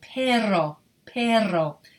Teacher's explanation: It's a double R and that's more of the trill.